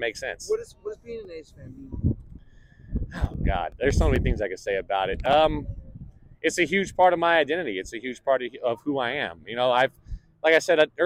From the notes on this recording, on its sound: Interviewing A's fans at 2023 home finale. Roamed around the Coliseum with a microphone and got the pulse of the A's fan base after a tumultuous year in Oakland.